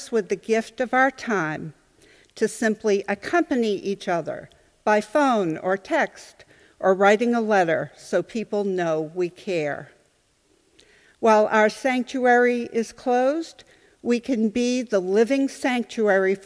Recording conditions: large echoing room